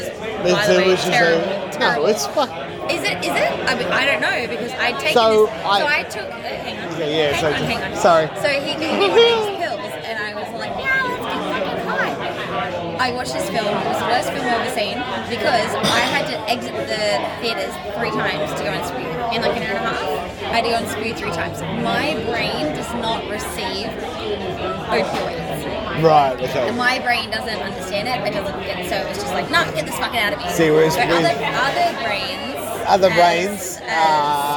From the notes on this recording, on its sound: There is a lot of background noise, which gets louder as the episode progresses.